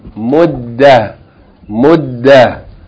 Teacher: Pronounce the last letter, Tarabuta, as a H with no vowel. Muddah. Muddah.